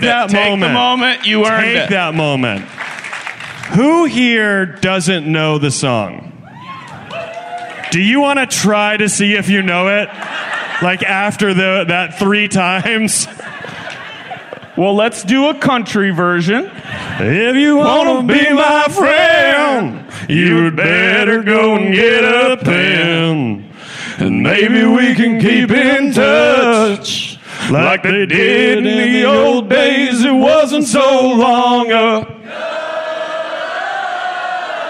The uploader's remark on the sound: This week we come to you live from Clusterfest! First, we set up a brand new pair of pen pals from the audience.